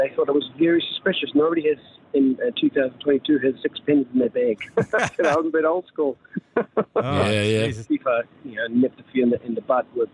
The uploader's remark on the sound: On The Bus Home From France Vs Morocco. Live on his way home from the France Vs Morrocco game.